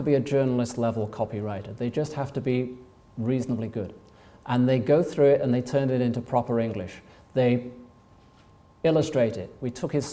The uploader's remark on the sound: Recordings from the HubSpot User group meeting in London in June 2018